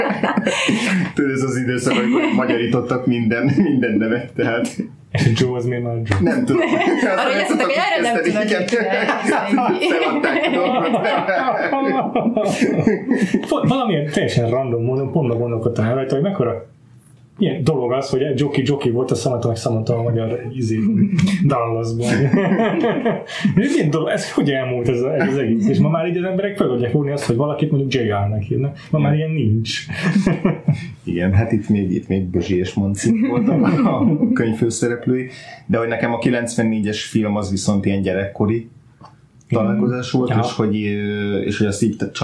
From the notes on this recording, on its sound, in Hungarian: Ez az adás a Vakfolt Extrában jelent meg 2020-ban, a hangminőség akkor még nem érte el a mai sztenderjeinket.